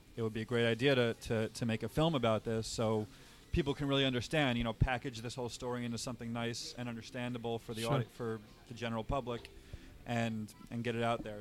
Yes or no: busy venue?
yes